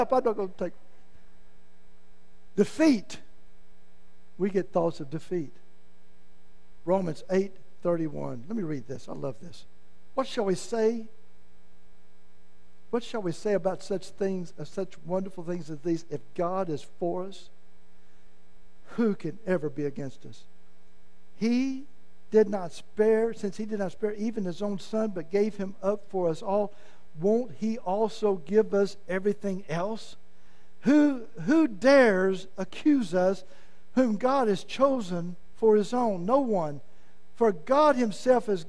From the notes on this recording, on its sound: was preached at Malvern First Assembly of God on Sunday, November 20, 2022.